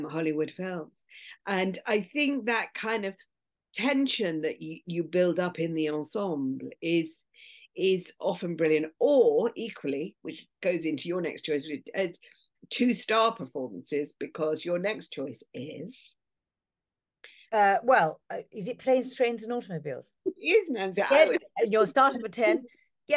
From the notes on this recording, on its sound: This episode was filmed on Zoom.